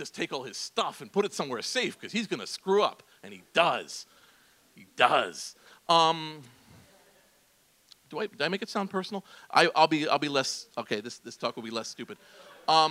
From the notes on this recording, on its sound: As part of The Long Now Foundation's “Conversations at The Interval” Salon Talks. These hour long talks are recorded live at The Interval, our bar, cafe, & museum in San Francisco.